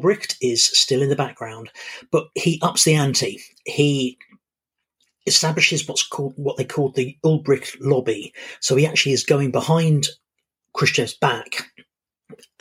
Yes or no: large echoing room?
no